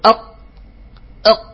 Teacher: بد من كمال الاعتماد على المخرج لأن الصوت ينحبس كالقاف هنا، يعني أقصى اللسان يقترب اقترابا شديدا شديدا من الحنك الأعلى، فيكون هذا الاعتماد وهذا كمال الاعتماد سببا في حبس الصوت. · Term: الشدة